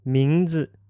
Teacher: That's M-I-N-G with a second tone followed by Z-I with a neutral tone.